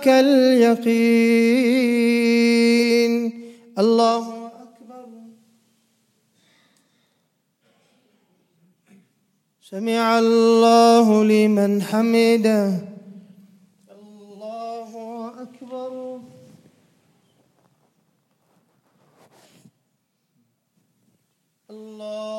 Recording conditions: large echoing room